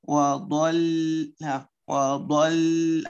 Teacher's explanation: أروح أحط لساني من الأمام الحافة على اللحمة اللي ماسك بالأسنان اللثة · Term: اللام